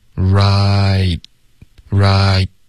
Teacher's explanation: 结尾的 T 呢，我们会省略